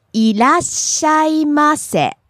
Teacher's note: So it peaks on the ma.